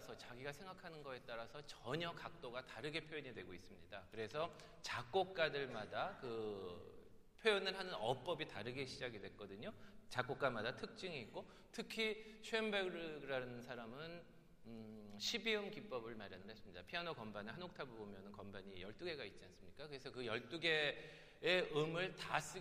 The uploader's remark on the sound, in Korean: 토요콘서트 실황